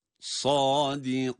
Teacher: Sadikin derken sad harfinin kalınlığını unutmuyoruz.